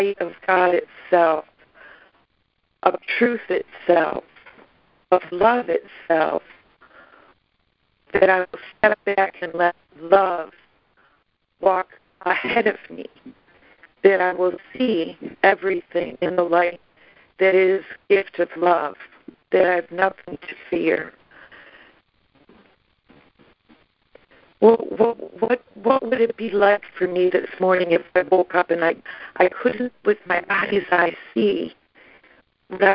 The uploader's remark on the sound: ACIM Daily Conference Call.